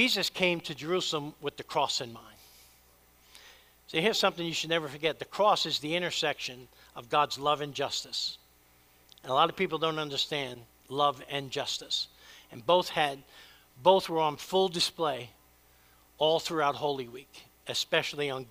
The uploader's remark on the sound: preached at Church of the Savior